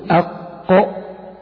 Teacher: والمخرج الخامس وهو أقصى اللسان مع ما يحاذيه من الحنك الأعلى، ويخرج منه القاف. تقول أق، إذا أردت أكرر، إذا أردت أن تعرف مخرج أي حرف فأدخل على هذا الحرف همزة، همزة قطع، ثم سكن هذا الحرف فتقول أق.